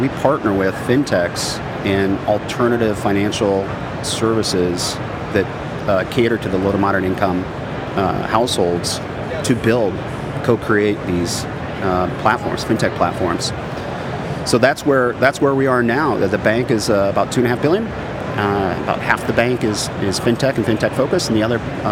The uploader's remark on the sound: Recorded at Money20/20 USA. The event took place at The Venetian, Las Vegas. We recorded a series of interviews from the Instnt's booth with a number of the speakers and attendees at the event.